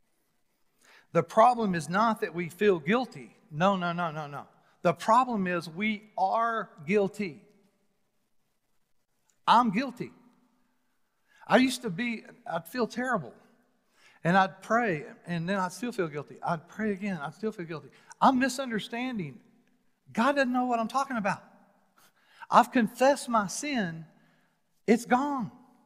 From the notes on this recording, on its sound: Recorded live on January 31, 2021 at The Fellowship at Mt Juliet.